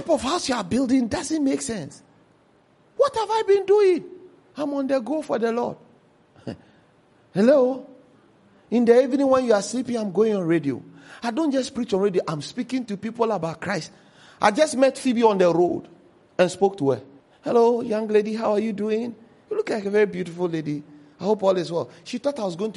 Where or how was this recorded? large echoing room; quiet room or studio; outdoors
large echoing room